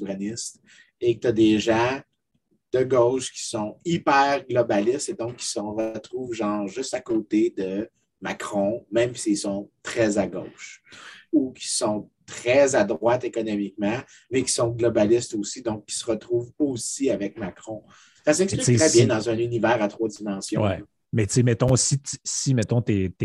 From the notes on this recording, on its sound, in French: On s'excuse pour la qualité du son, les enregistrements zoom, c'est ce que ça donne parfois